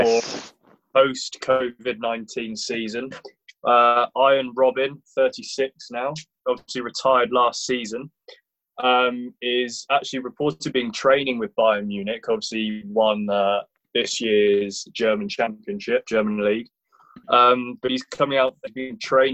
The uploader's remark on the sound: Zoom Show